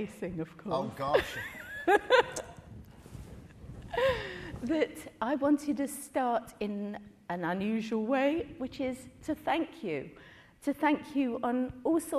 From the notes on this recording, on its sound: Originally hosted by Severnside Institute for Psychotherapy, in partnership with The Bridge Foundation and Rowan Arts, Connecting Conversations is a series of events. A recording of a Connecting Conversations event.